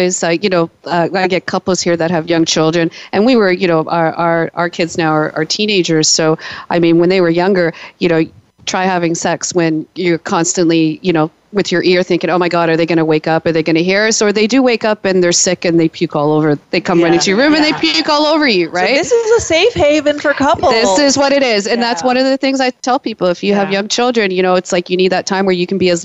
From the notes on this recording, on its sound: Broadcast live from the hottest and wettest sex club in the city, Oasis Aqualounge.